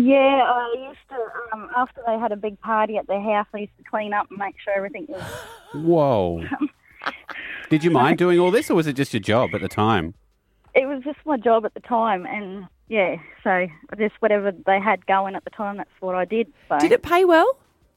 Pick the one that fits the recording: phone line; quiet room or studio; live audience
phone line